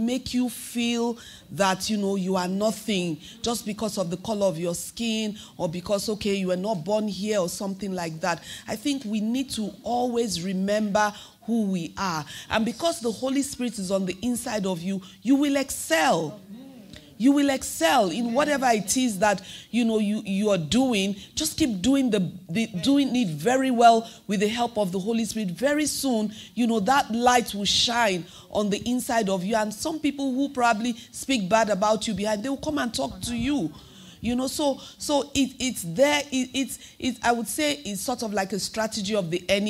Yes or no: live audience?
yes